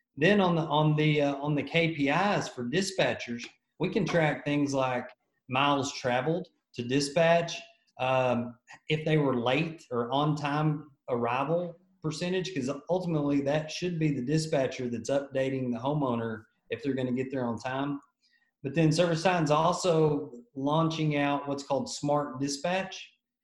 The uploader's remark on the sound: In this episode we were stoked to have our first International guest on the Show, all the way from Oklahoma Texas, we Zoomed.